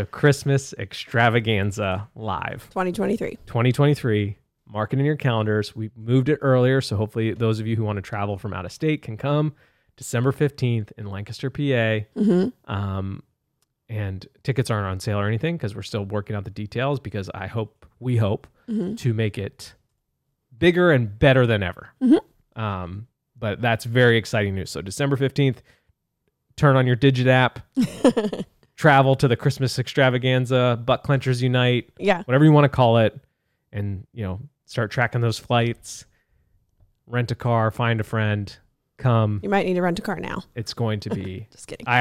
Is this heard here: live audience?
no